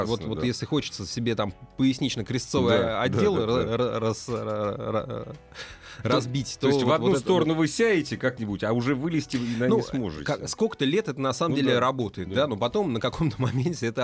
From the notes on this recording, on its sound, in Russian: Из Барселоны по телефону.